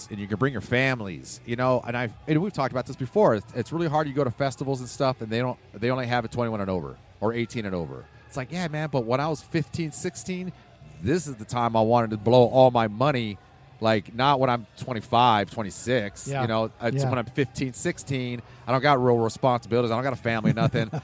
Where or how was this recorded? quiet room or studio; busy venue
busy venue